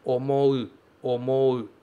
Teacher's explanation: esse U vai ser pronunciado separado mesmo, e não como um prolongamento do Mo. Então você não fala Omo, e sim Omou, Omou, porque é um verbo, e esse U faz parte da terminação do verbo, tá bom? · Quando você tem um verbo que termina em OU, esse U vai ser pronunciado de forma separada e não como um O prolongado